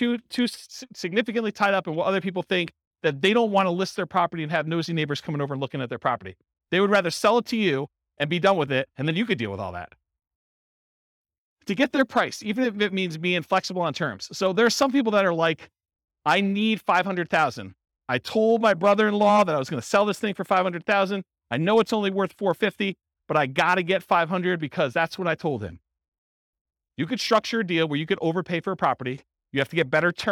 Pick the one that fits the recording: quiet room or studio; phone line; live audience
live audience